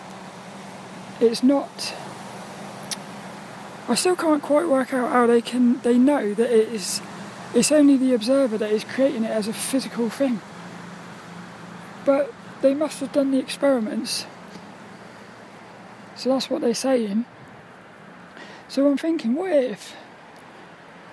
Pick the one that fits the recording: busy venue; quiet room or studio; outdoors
outdoors